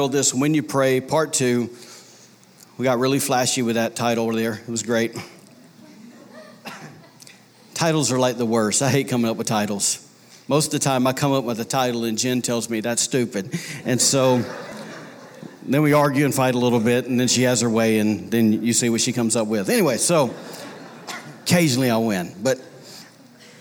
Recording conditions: large echoing room